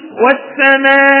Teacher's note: أقوم ببيان بعض حركة الكسر في الهمزة · Term: الروم